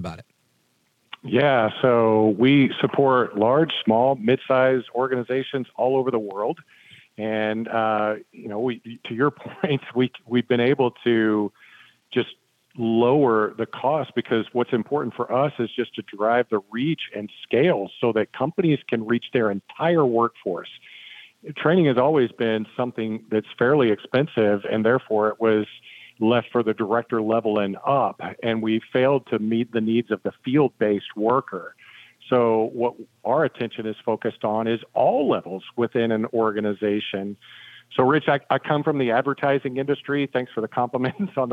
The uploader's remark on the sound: we take your calls in open phones across America